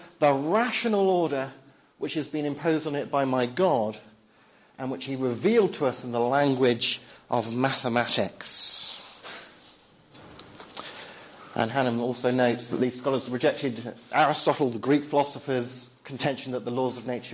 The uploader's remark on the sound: Talk at the Reasonable Faith? Course, Highfield Church, Southampton, October 2010.